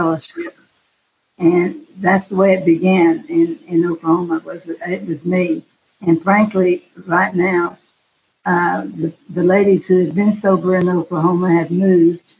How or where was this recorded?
video call